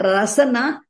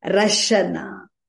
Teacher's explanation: But here, not rasana, rashana. Palatal shakara. · Shown in: second take · I said palatal syllable.